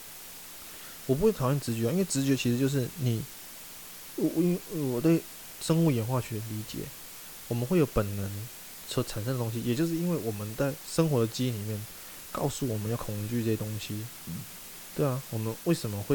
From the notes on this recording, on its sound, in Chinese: 酒吧喝酒聊天，聊開了，回家繼續聊，聊到凌晨三點索性錄了這一集。抱歉這集雜音有打大。